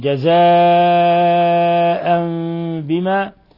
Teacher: عندنا إقلاب لأنه تنوين فتح جاء بعده الباء، حكم التجويدي إقلاب، حيث قلبنا التنوين ميما مخفى